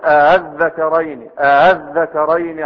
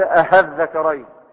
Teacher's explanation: تسهيل الهمزة الثانية بين بين، يعني بين الهمزة والألف، لا هي ألف خالصة ولا هي همزة · Shown in: first take · فتقول هكذا قل أذكرين أذكرين حرم أم الأنثيين أذكرين، وليس أهذكرين بإبدالها هاء، فإن هذا خطأ فاحش.